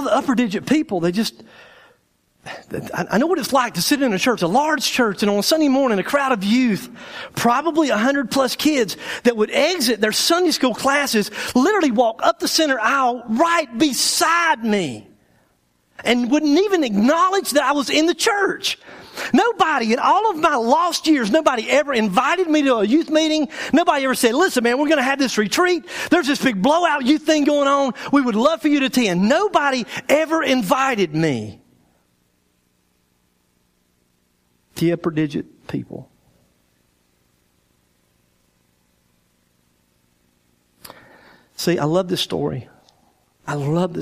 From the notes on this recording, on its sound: our speaker for the 2013 Spring Bible Conference at Day 3 Church.